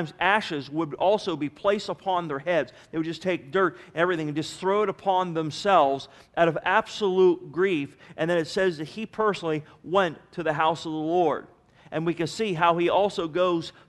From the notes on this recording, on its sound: Sermon was recorded September 27 , 2009 at Northside Baptist Church of Elkhart, Indiana